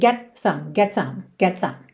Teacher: É bem rapidinho essa troca, então também não dá tempo de você fazer um T marcadinho, mas você também não pode comer o T, ficar get some, ok?